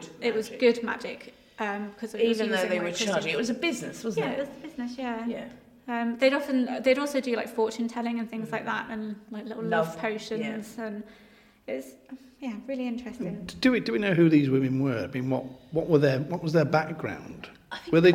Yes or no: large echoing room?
yes